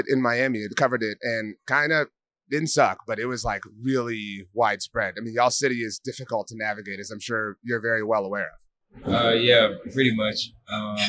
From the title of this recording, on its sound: Super Bowl 58 Radio Row Special